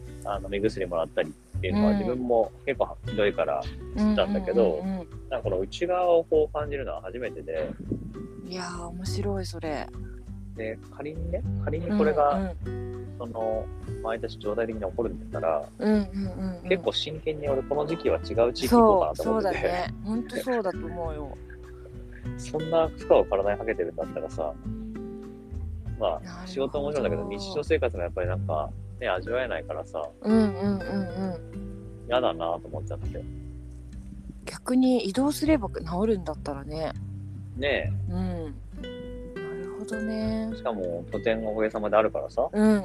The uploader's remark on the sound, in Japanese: 2人で屋外収録